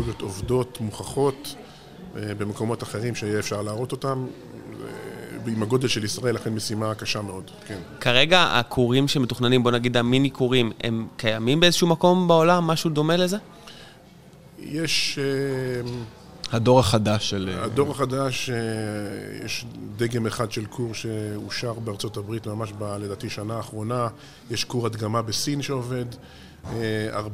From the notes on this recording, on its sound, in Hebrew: בפרק שהקלטנו במסגרת הכנס "האם הגיע הזמן לאנרגיה גרעינית?" שהתקיים באוניברסיטת רייכמן בשיתוף עם קהילת החדשנות באנרגיה "EnergyCom.IL".